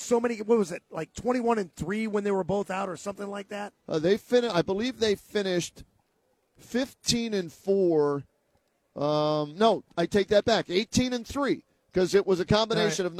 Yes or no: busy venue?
yes